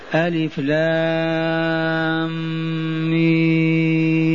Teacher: بإدغام الميم في الميم مع الغنة